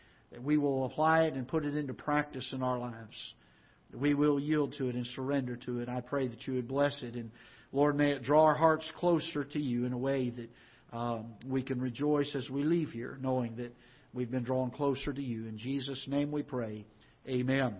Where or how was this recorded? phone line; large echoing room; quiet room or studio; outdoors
large echoing room